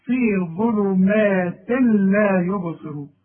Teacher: في ظلمات تنوين وبعده لام. يبقى مش هنطق التنوين ده